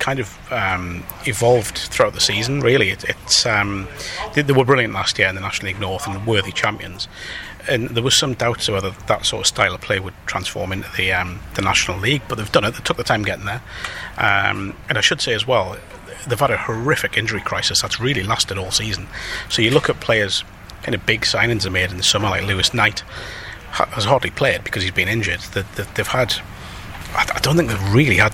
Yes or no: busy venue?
yes